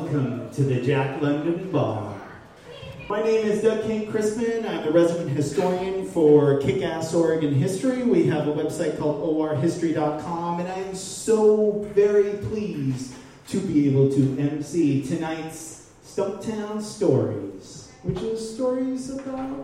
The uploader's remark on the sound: Live at the Jack London Bar